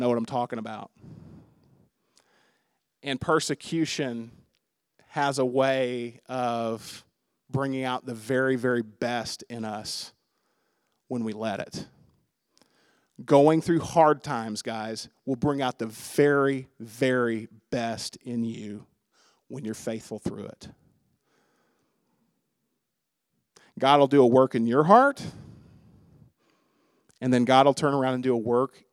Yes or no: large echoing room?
yes